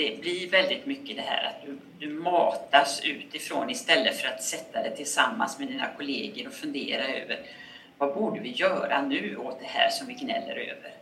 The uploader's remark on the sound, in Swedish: På grund av tekniskt strul är ljudkvalitén tyvärr inte den bästa.